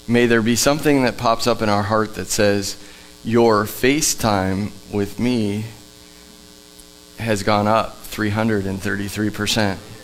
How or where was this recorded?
large echoing room